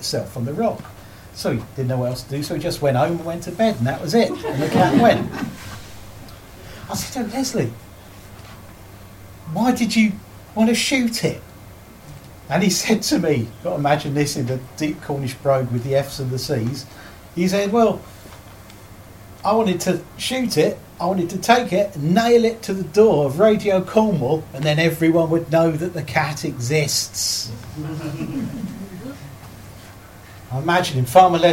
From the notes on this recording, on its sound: This episode presents a recorded folklore talk from the archives of the podcast creator and host. Was recorded in September 2013 at the Folklore Society conference 'Beasts in Legend and Tradition'.